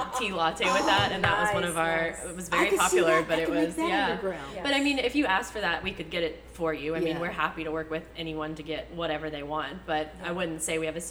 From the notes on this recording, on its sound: we are on location at Blum Coffee